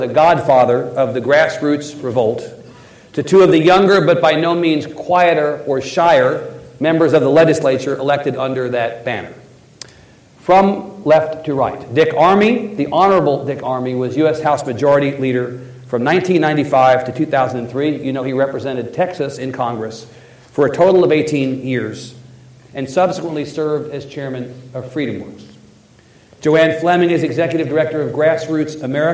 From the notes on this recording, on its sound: keynote session of The Texas Tribune Festival